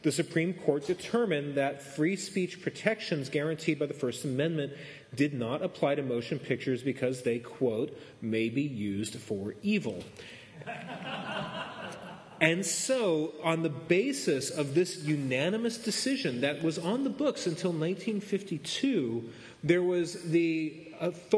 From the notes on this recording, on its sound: Presents the History of the Comics Code Authority before a live audience at Wondercon 2014, in Anaheim California.